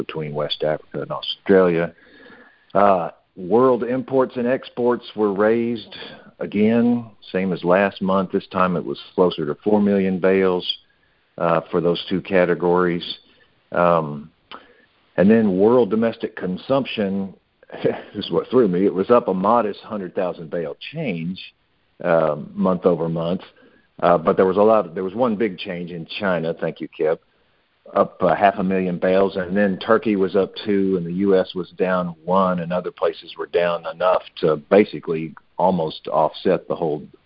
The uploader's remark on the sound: Monthly Conference Call On Cotton.